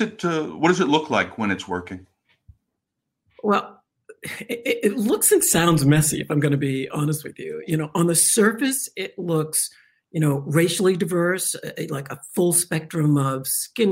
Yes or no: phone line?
no